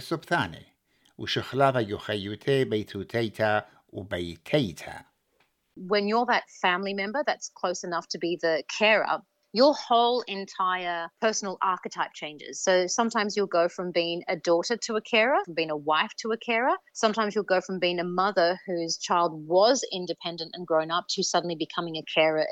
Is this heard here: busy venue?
no